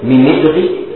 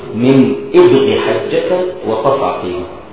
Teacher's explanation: من ابغي حجك وخف عقيمه، او ممكن تنطق من ابغي حجك وخف عقيمه، يا اما بالنقل هكذا من ابغي، واما باسكان النون مع النطق بهمزه قطع مكسور · Shown in: second take